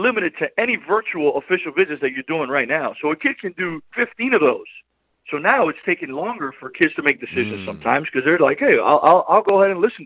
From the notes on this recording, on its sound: LIVE on the Back In Action Hotline. RWRC Radio on The Ticket 95.3 Fm/970 AM.